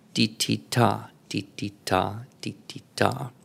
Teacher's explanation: And the one that he was trying to get me to work with was anapest, which is two unstressed and one stressed